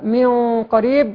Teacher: اما من قريب غنة الاخفاء الحقيقي هنا مفخمة